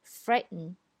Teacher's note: 在美式英语里呢，这个单词结尾是 t 加 n 这样的发音的时候呢，会 hold 住 t 的发音